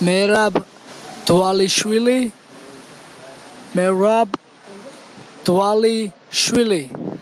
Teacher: the V's are W's